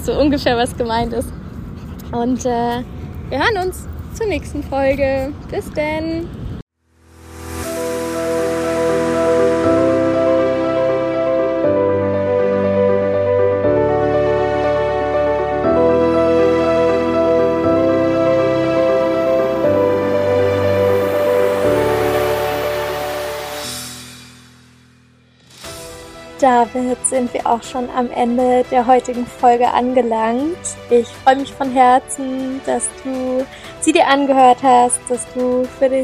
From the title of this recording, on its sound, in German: Kurzschnack live aus unserem Päuschen in der Sonne